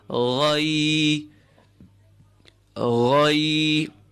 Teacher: you connect it with the ya with sukoon, resulting in a diphthong, a soft mad, a soft bent sound.